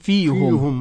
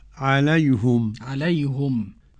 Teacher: عليهم أولا ضم الهاء لأن قبلها ياء